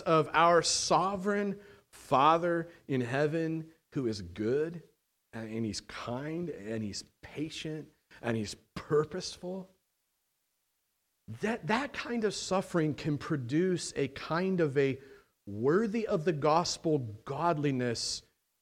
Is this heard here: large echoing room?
yes